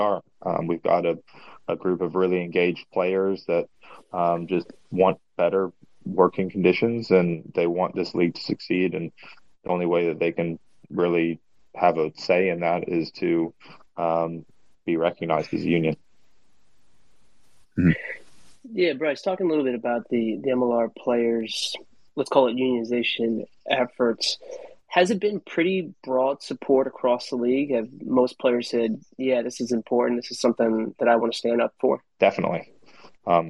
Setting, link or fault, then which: link, video call